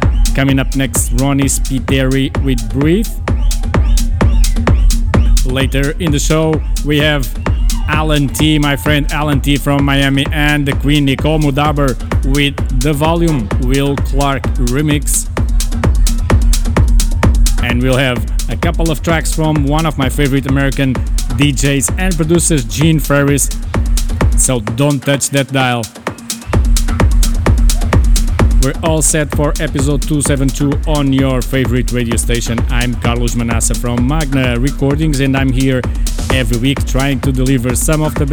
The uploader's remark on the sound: Kremlin [Lisboa] Portugal. At one of the first and main Portuguese electronic clubs in Portugal, Kremlin in Lisbon.